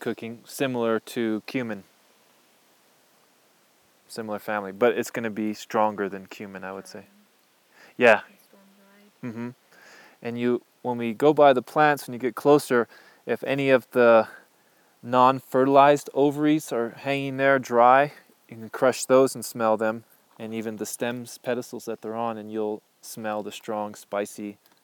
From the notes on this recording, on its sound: I’m sharing a recording from 2015, in the field with my apprentices.